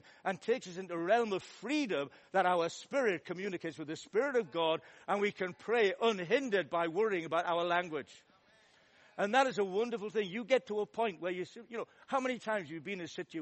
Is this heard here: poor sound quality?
no